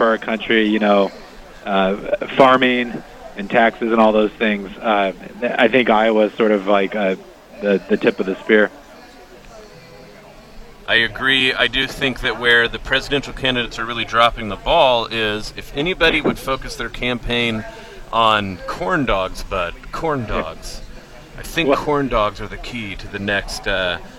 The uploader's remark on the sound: live at the Iowa State Fair